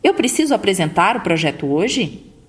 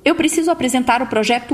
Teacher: a afirmação tem uma finalização reta ou descendente · Shown in: second take · Assim, eu preciso apresentar o projeto hoje, firme.